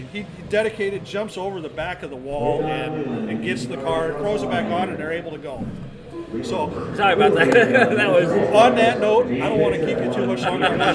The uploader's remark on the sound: Live from Island Speedway